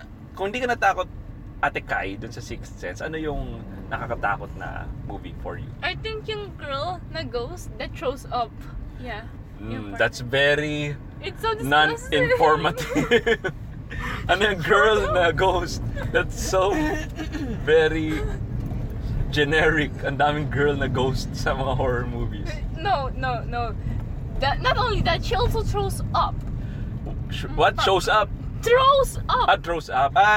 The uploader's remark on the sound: Podcasting In My Car With My Family.